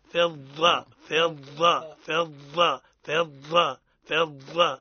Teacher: تسمع صوت نفس معناها هي الرخاوة. قولوا فضة، لا فضة، هذه هي الرخاوة.